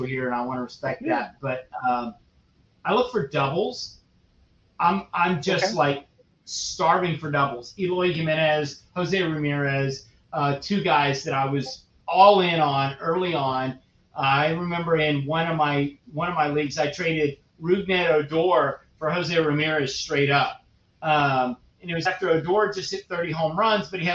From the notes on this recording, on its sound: Sorry for the audio issues!